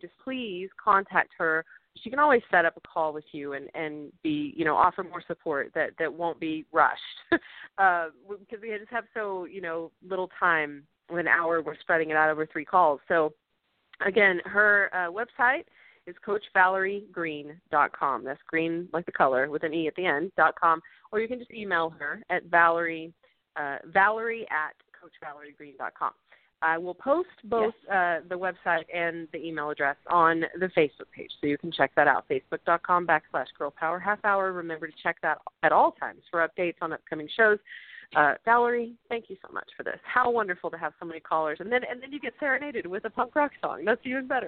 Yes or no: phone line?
yes